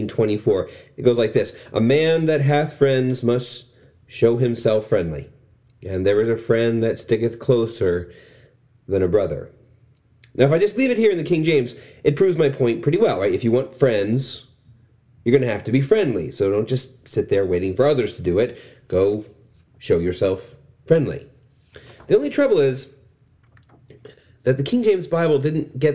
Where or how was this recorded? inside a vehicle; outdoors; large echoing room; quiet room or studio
large echoing room